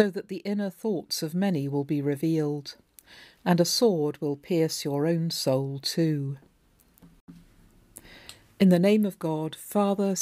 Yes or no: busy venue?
no